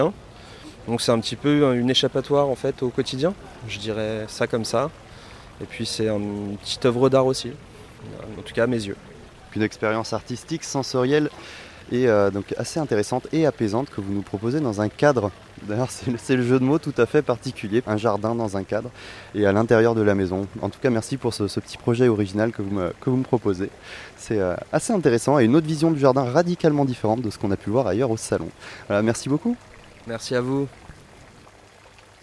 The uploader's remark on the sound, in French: Cet épisode a été enregistré au cours du salon Jardins, Jardin, organisé chaque année le premier weekend de juin.